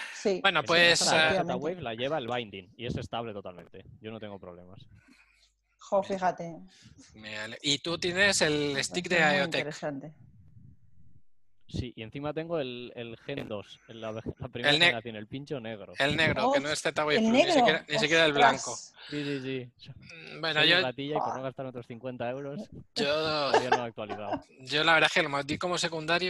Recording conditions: video call